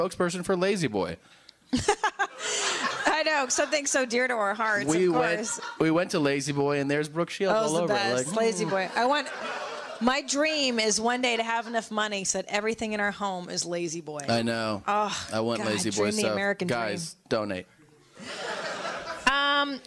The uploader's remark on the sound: Live From Pasadena